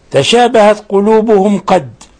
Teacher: ميم ساكنة جاء بعدها حرف القاف، حكم التجويدي أنها إظهار شفوي لأن القاف من حروف الإظهار الشفوي إذا جاءت بعد الميم الساكنة.